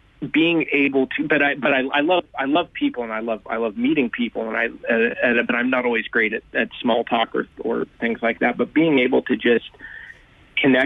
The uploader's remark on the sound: LIVE on the line from the States